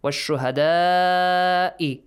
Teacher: The mad is wajib, extended for six counts.